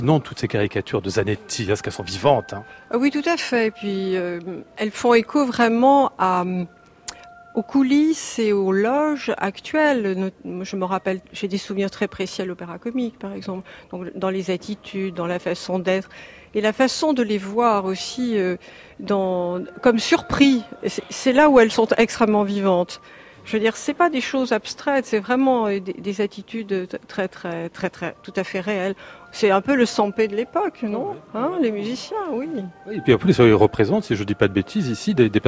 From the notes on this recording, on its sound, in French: Une émission enregistrée à l'occasion de l'exposition &quot;Eblouissante Venise&quot; au Grand Palais à Paris. Une émission enregistrée à l'occasion de l'exposition "Eblouissante Venise" au Grand Palais à Paris.